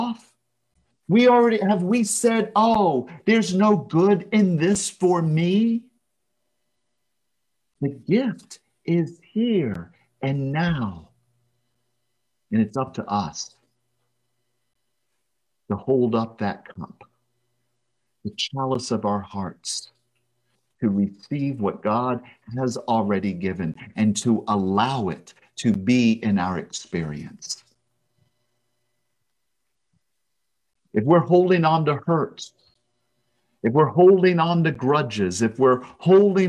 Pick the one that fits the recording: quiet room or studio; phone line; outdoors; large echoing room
large echoing room